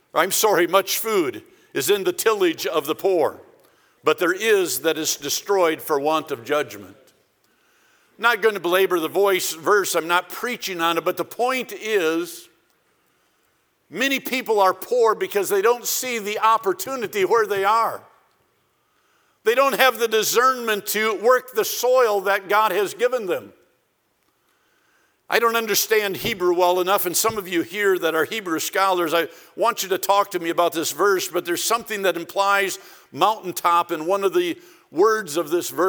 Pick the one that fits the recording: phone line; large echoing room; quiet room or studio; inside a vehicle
large echoing room